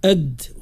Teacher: إظهار صوت النون من كلمة الدنيا، النون الساكنة